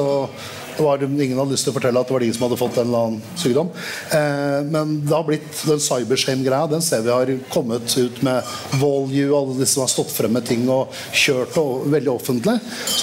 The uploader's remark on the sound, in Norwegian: Under Arendalsuka samlet Atea et panel